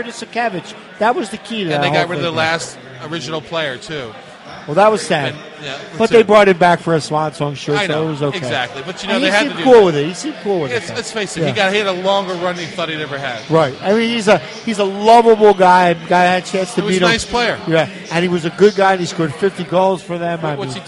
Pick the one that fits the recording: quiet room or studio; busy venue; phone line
busy venue